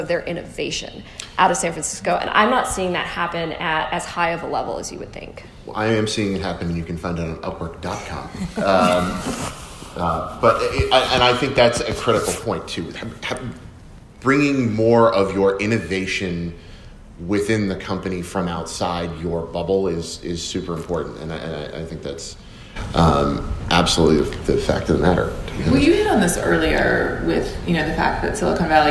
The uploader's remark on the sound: At the 2019 South by Southwest